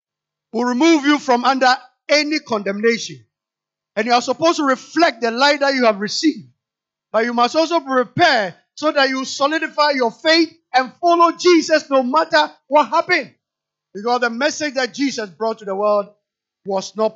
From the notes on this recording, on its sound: Sermon preached at CBC Adabraka Campus